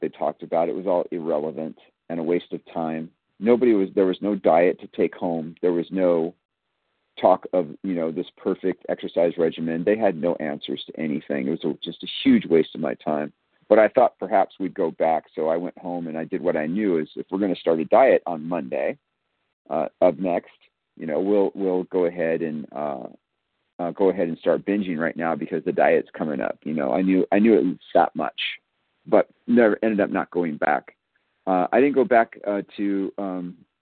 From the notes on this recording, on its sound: from the 100 Pounders Phone Meeting